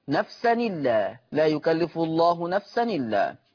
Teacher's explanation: يقرأ ورش بالنقل فتصير نون مكسورة، نون مكسورة نفسا إلا لا يكلف الله نفسا إلا.